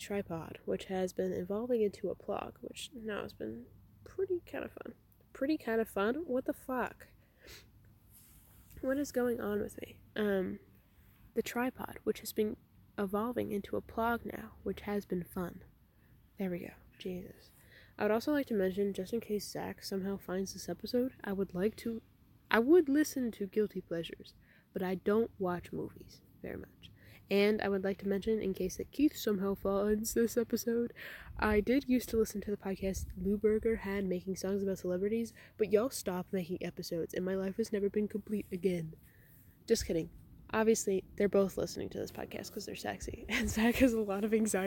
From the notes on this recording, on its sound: Comin at ya from the frog pond this week. With a lot of unfortunate audio disturbances due to wind.